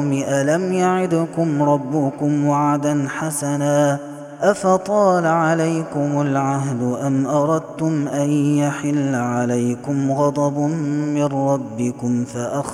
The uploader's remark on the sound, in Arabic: هذا التسجيل من صلاة التراويح